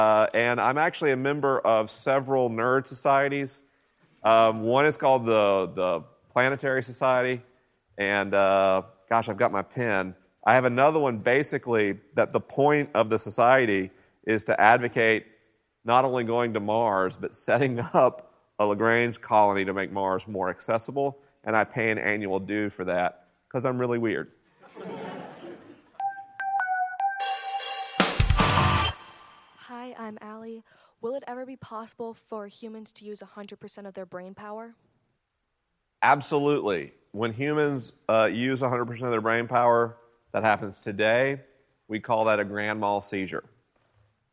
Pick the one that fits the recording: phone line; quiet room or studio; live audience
live audience